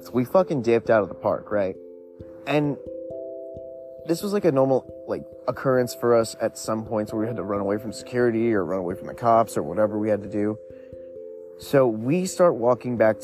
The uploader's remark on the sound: Stories on a Windy Night. Just some chill time outside in the wind.